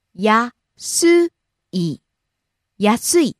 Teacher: Rising on the second syllable, す, coming down on the last syllable, い。